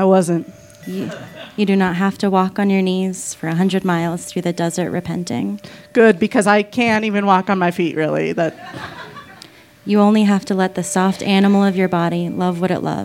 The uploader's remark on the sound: Each story that night was accompanied by sound painting, a.k.a. Told live on 21 March 2018 at Buntport Theater in Denver, Colorado.